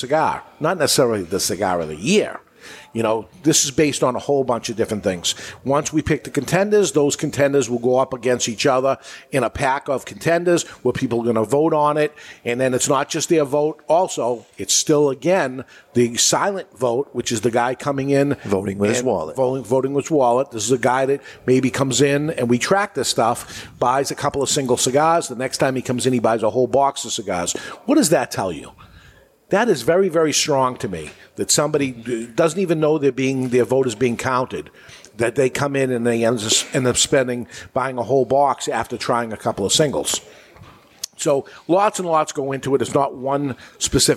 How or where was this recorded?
live audience